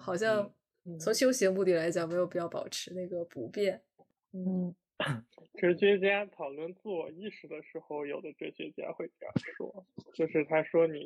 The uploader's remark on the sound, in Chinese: 读书会。结果因为录制渣音质反而更放松了。